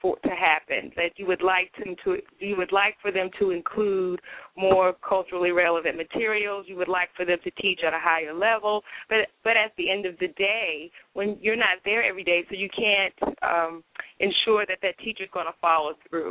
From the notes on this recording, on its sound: will be taking live callers throughout the show